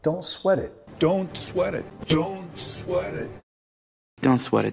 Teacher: sweat it, vinculando con la R suave de español